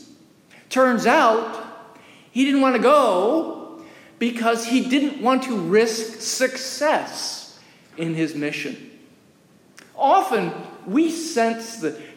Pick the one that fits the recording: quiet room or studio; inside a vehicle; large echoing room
large echoing room